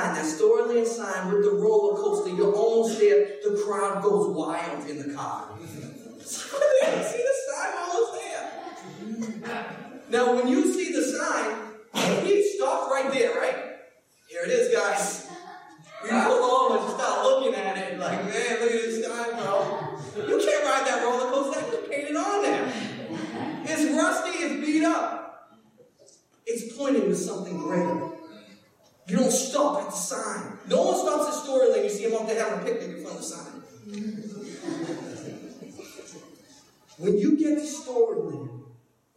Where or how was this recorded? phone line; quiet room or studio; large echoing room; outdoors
large echoing room